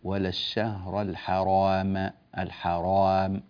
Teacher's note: التفخيم يبدأ من أول الراء وينتهي عند انطباق شفتيك للميم